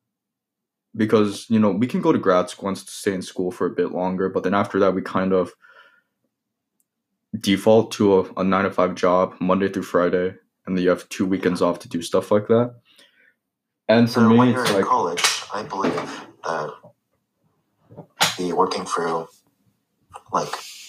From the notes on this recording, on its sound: I apologize for the audio issues.